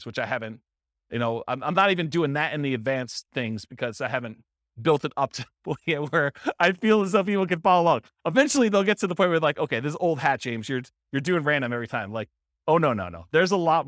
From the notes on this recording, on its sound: This was a live class recorded